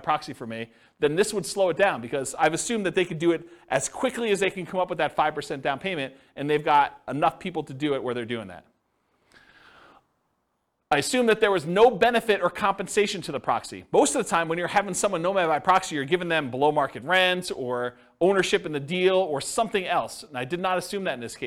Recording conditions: live audience